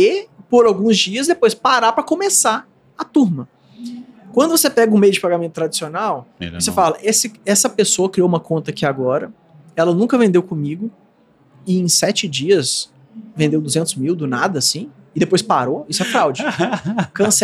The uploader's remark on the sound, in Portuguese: Nesta conversa gravada durante o Gramado Summit 2023. Nesta conversa gravada durante o Gramado Summit 2023.